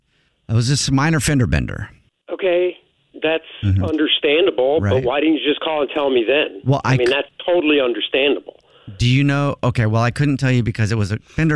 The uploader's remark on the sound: Phone Prank